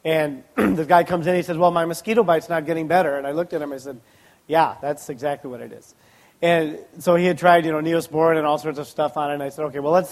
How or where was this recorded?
live audience